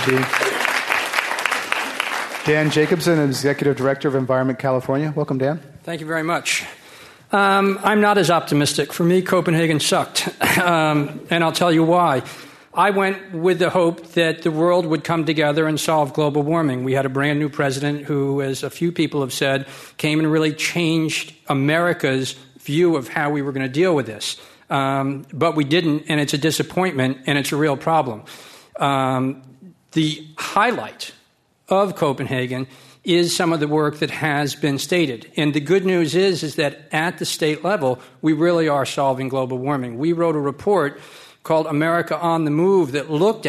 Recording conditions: live audience